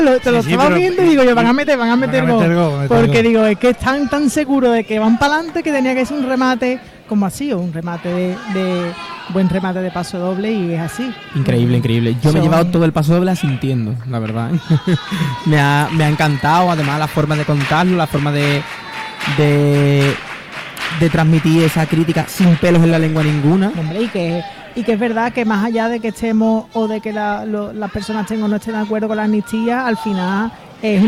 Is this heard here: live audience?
yes